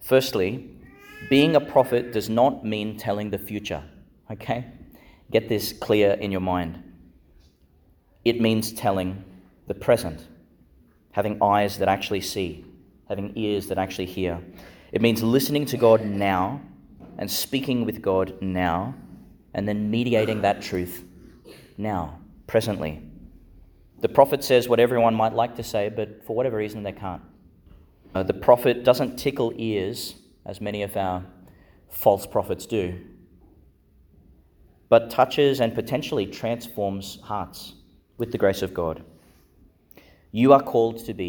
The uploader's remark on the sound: Homily for the Fifth Sunday in Eastertide, delivered in Our Lady Star of the Sea Church, Gladstone, Qld.